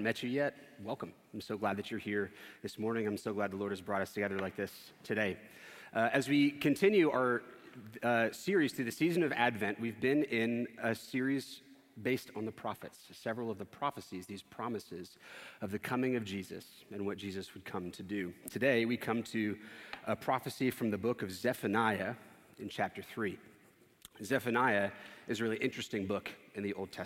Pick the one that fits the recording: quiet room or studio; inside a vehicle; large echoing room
large echoing room